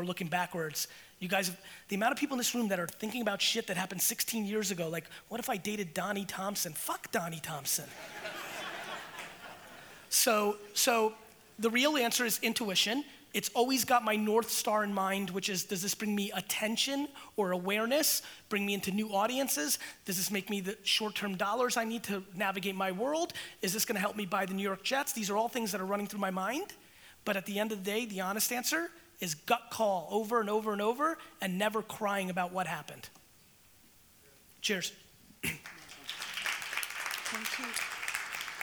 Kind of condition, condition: setting, live audience